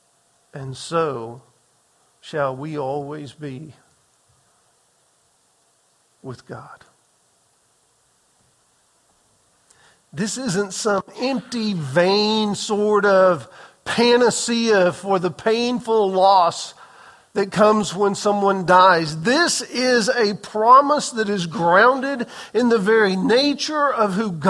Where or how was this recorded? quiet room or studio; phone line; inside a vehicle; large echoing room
large echoing room